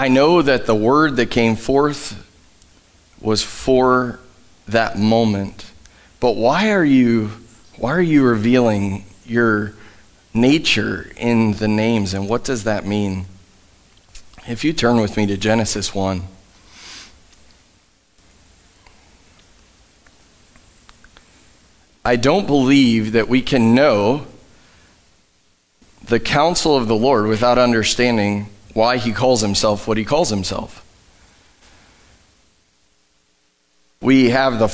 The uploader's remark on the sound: Live from The Summit Church in Dover, OH